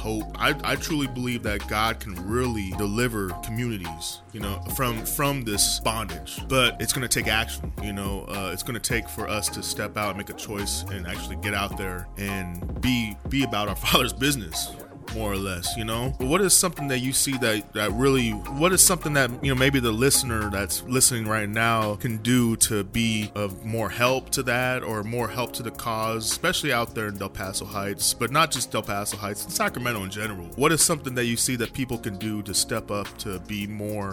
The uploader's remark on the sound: at 'The Next Generation Tour' from Elevate Life Church